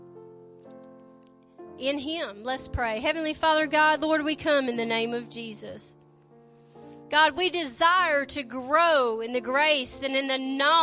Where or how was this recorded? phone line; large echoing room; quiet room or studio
large echoing room